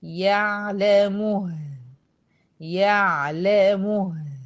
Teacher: العين هيبقى زمنها اقصر من زمن الهي